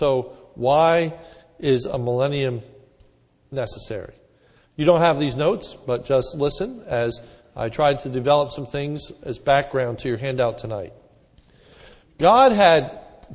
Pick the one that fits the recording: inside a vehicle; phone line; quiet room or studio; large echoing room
large echoing room